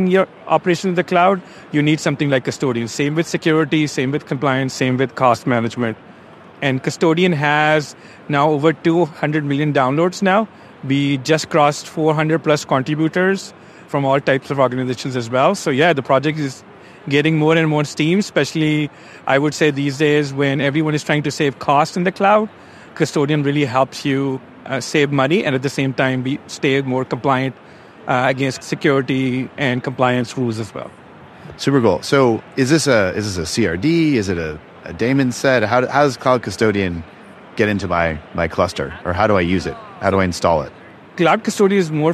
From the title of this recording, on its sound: Live From KubeCon 2023